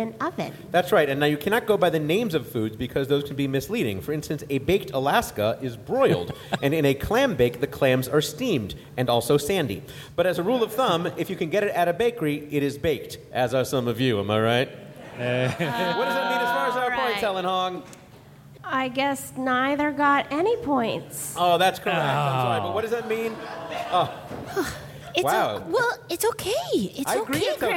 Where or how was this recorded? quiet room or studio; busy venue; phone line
busy venue